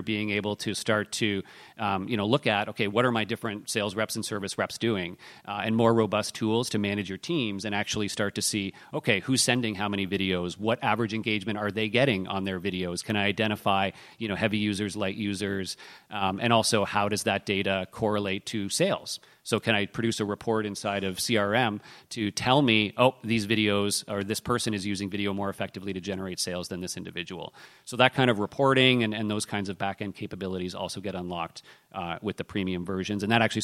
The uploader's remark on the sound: Live from the #INBOUND18 Podcast Lounge. This special live episode is brought to you directly from the #INBOUND18 Podcast Lounge!